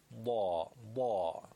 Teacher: حرف ضاد جزء حروف استعلاء هست و تفخیم میشه